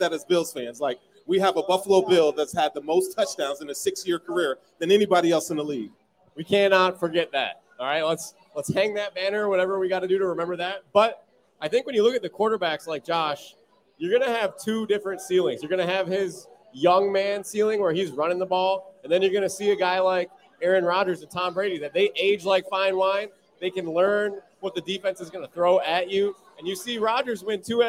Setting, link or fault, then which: setting, busy venue